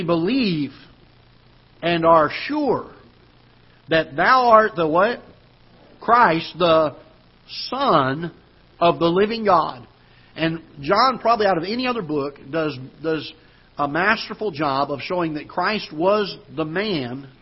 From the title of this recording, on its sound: Ketha Heights Baptist Church ~ Live Broadcast